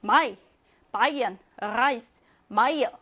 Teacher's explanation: 그래서 아, 읍슬론, 에, 읍슬론은 존재는 하지만 그렇게 잘 안 쓰고 우리가 많이 배운 독일어 단어들에서는 아, 이, 에, 이 얘네들이 아이로 발음된다라고 보시면 됩니다. 그래서 다 똑같이 아이로 발음하여 마이, 바이언, 라이스, 마이어 이렇게 발음하시면 되고요. · Term: 복모음